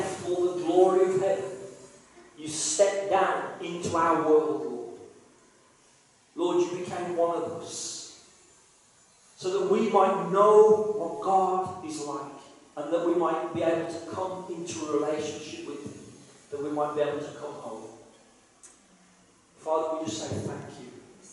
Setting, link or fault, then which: fault, poor sound quality